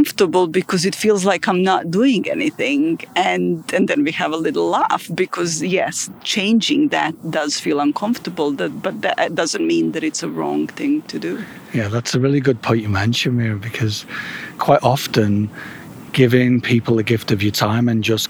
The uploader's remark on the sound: recorded at Ada Lake in Belgrade, Serbia